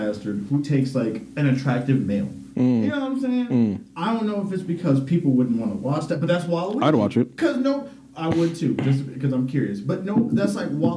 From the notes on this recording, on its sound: We apologize for the audio issues